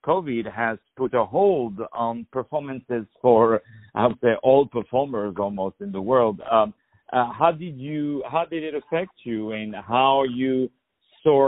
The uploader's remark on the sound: On the phone